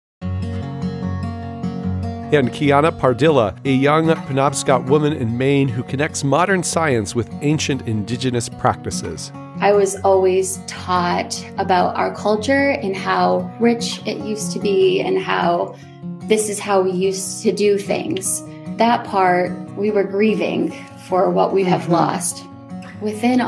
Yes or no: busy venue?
no